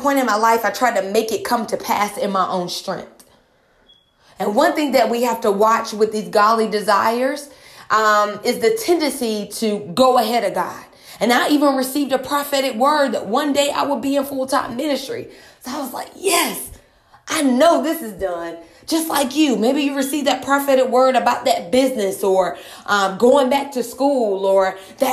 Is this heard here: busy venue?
no